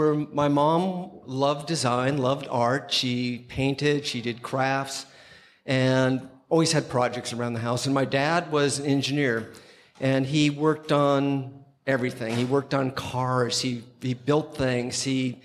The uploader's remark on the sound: Special thanks to WantedDesign for hosting this episode of Clever LIVE at their event during NYCxDesign.